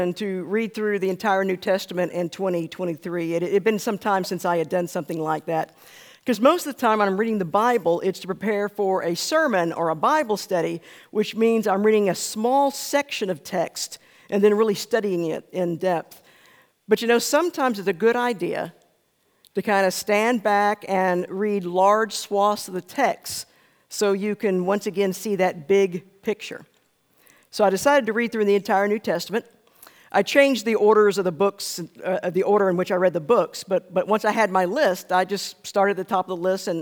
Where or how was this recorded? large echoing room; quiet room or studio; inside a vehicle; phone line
large echoing room